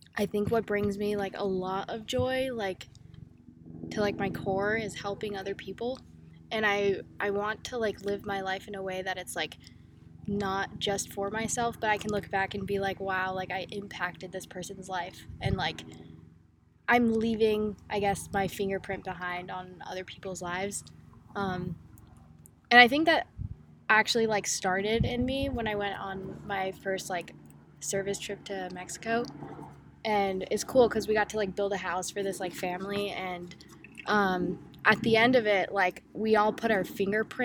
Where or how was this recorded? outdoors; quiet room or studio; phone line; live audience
outdoors